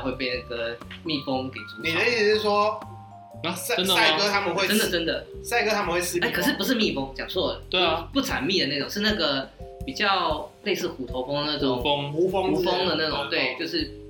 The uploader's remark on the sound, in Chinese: 最近有些上傳的驚喜更新大部分是我們早期錄製的!!所以在跟最近錄製的節目會有音質上的落差!!!不接受音質差的朋友可以選擇性跳過。